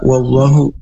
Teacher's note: Makhrajnya ini di dua bibir atau asyafatain dengan dibaca ringan sebagai kata sambung yang berarti dan.